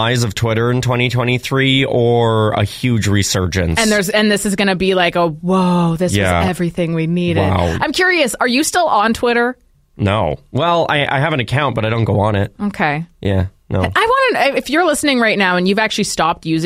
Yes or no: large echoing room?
no